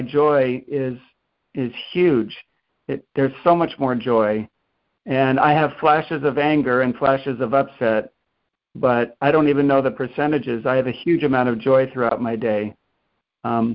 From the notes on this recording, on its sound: ACIM Daily Conference Call